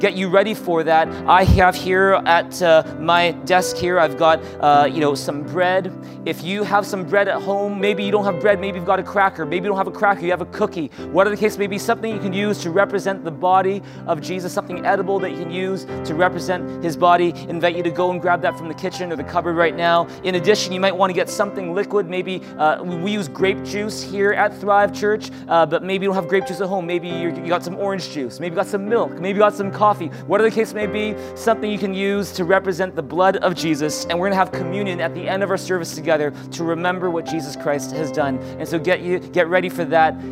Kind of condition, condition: setting, large echoing room